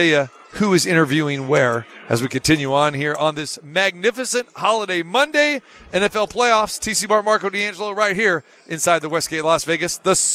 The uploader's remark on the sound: Live From the Super Book at Westgate Las Vegas